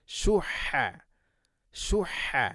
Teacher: ഷുഹ നഫ്സി, ഷുഹ, ഷുഹ, ഹ തൊണ്ടയുടെ മധ്യഭാഗം, ശബ്ദമുണ്ട്